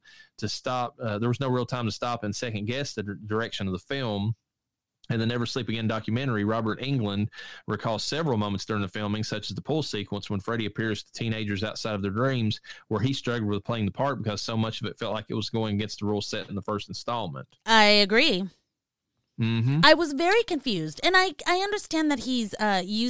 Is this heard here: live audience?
no